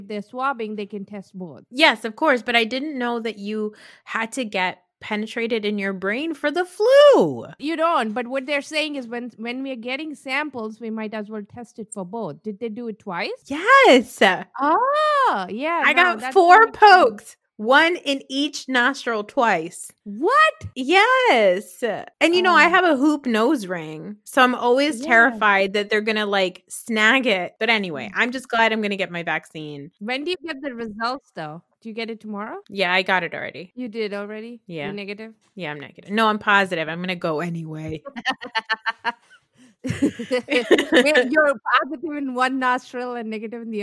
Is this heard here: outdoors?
no